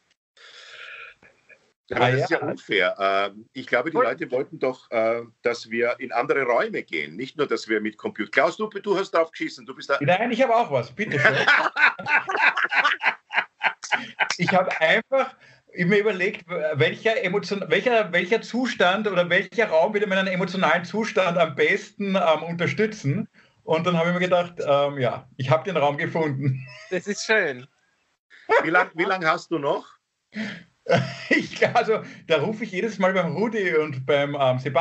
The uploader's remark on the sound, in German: Aufzeichnung einer ZOOM Session vom Montag, 25. Weil das aktuell nicht möglich ist, finden sie ihr Publikum, indem sie einander via Skype am Abend beim Reden zusehen.